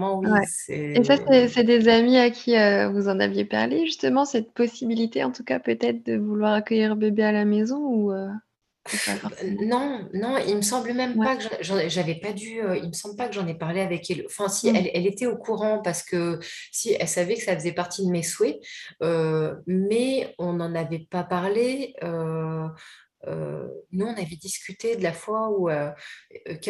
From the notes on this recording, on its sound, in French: Vous remarquerez peut-être quelques faux raccords lors de l'épisode. Nous avons enregistré en plein Mercure rétrograde, un soir et le internet n'était pas très amical avec nous !